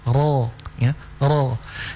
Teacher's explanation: Sehingga ketika dia berbaris berharokah dhammah atau fathah, maka dinaikkan pangkal lidah untuk menebalkan huruf itu